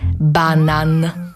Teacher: Bo gdy wymawiacie powietrze wylatuje z was i buzią, i nosem. I to właśnie sprawia, że wibrujecie, jak taki bączek puszczony w ruch. · Term: głoski n